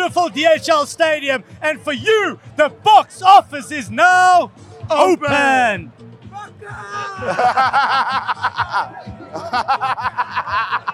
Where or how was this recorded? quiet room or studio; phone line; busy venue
busy venue